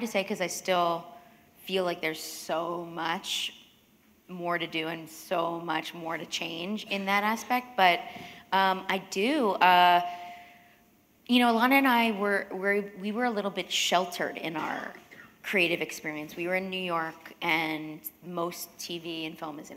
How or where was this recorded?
live audience